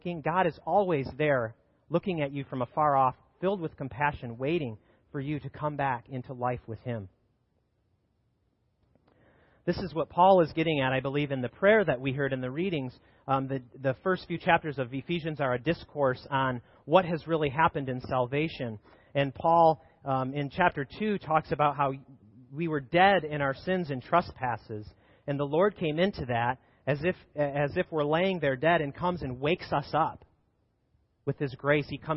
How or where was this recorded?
large echoing room